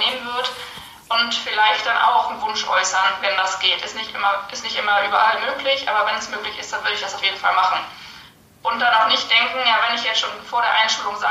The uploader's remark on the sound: INSTA-LIVE. Live Talk.